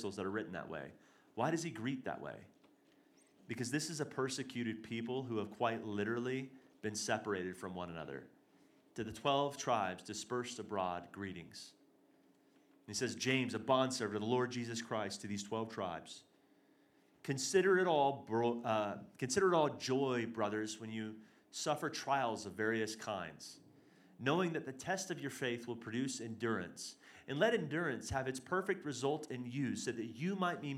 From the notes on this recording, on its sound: This is the third and final session of our Hearing God and Prophecy Conference as well as our Sunday morning message. Reclamation Church Denver.